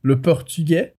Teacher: Perceba que não tem o z no final